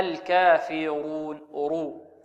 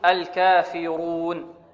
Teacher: لأن الراء مضمومة، والراء المضمومة تفخم · Term: الراء مفخمة